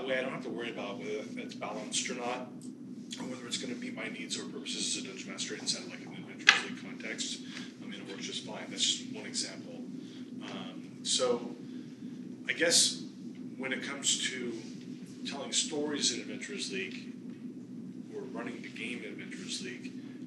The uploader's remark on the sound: A panel discussion. Recorded at Gamehole Con 2017.